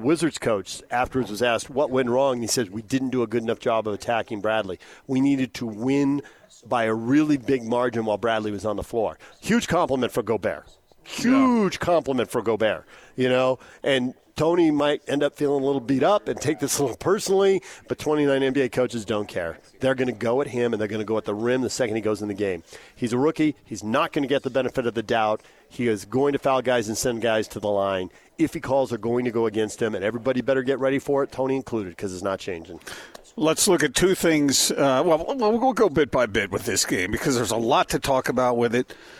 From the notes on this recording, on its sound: LIVE at The Warehouse